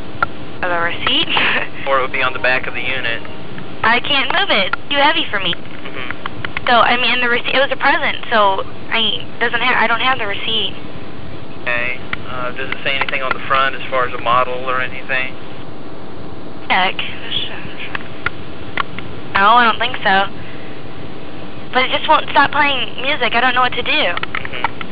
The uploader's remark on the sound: Prank Phone Calls